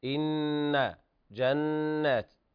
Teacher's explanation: النون المشددة تغني مقدار حركتين · Term: الغنات